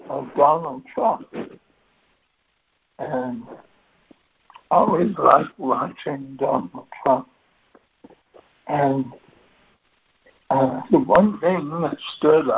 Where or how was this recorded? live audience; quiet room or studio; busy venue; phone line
phone line